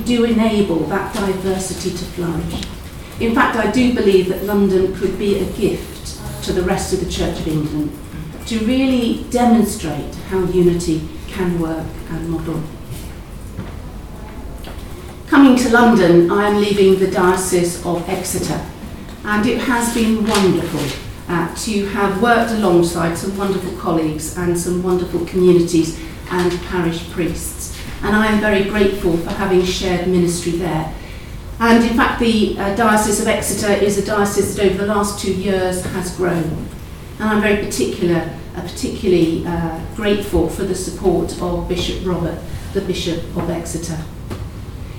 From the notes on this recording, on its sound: At a press conference at St Paul's Cathedral this morning